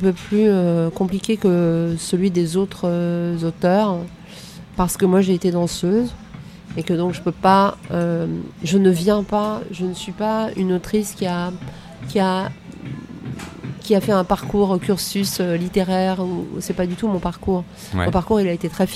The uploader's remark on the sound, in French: Nous nous sommes donc rejoint dans un café dans le quartier de Saint-Michel, à Paris, en face de Notre Dame, et j’ai allumé les micros. Comme dans n’importe quel café, il y a un petit bruit de fond. Ce sont les limites (mais aussi le charme) du podcast "fait maison".